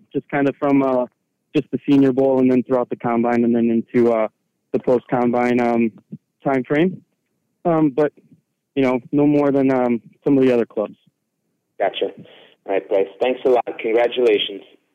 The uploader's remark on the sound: During his conference call on Saturday, April 29, 2023. Addresses the media during his conference call.